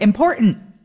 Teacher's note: She didn't put the T in it.